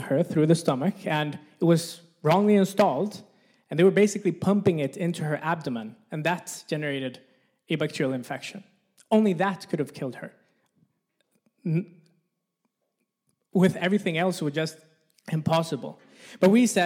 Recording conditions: live audience